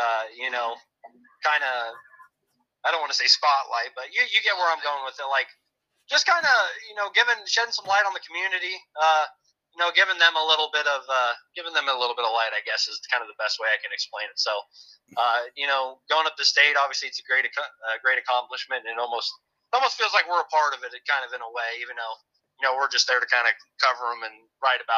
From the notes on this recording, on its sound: call in from the road